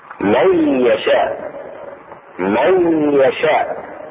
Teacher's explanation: من يشاء إدغام بغنة، ويسمى هذا الإدغام بغنة ناقصا، إدغام ناقص، إدغام ناقص.